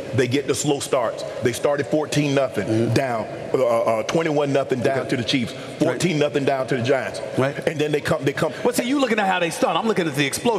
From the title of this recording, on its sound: Live from Savannah State University!